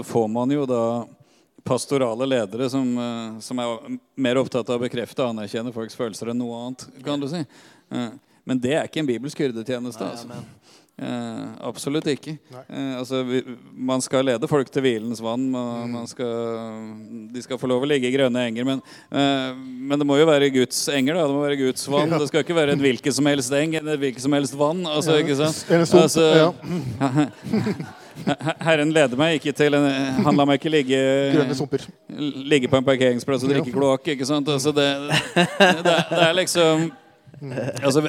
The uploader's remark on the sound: LIVE fra konferansen "Tjenestegavene" i Jesusfellesskapet